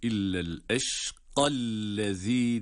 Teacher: İllel eşkallezî diye metsiz okunur. Çünkü ellezî kelimesinin başındaki hemze vasıl hemzesi, yani geçiş halinde okunmayan hemzedir.